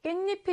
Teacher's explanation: 뒷말의 첫 소리 모음 앞에서 니은 니은 소리가 덧납니다. 니은 니은 소리가 생겨난다라는 것이죠. · Term: 사이소리 현상